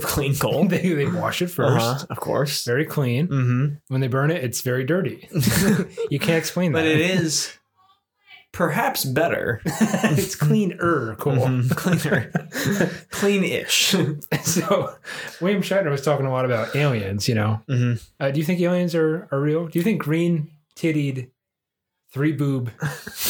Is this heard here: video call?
no